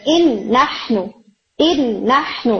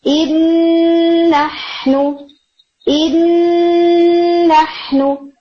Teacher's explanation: اگر آپ فرسٹ نون پڑھیں نا تو آپ اس کو یوں پڑھیں انحنو انحنو، جبکہ ہم فرسٹ نون نہیں پڑھتے، سیکنڈ کو ڈبل کر کے پڑھتے نا، مشدد کر کے · Shown in: second take · Term: Kamil ادغام